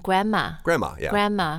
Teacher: then the, like the N and the M, they're so similar that you can just kind of make it one sound